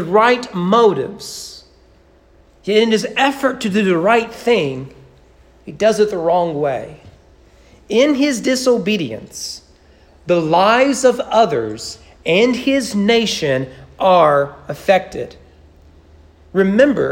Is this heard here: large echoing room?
yes